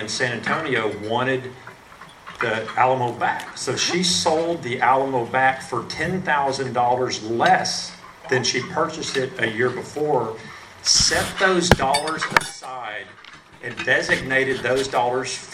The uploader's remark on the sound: Driscoll Health System leaders speak at RGV Partnership event. To applause from the audience.